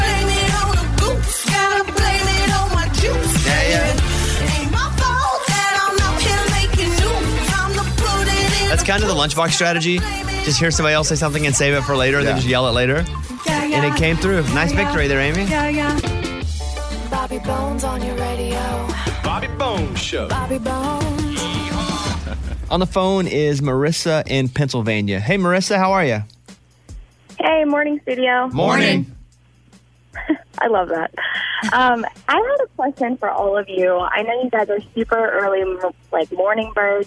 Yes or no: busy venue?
no